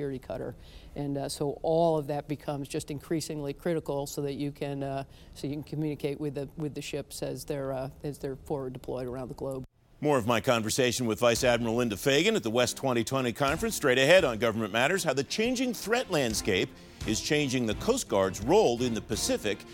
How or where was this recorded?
busy venue